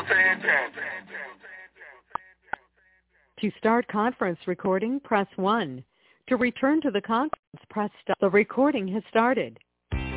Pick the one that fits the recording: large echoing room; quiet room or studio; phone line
phone line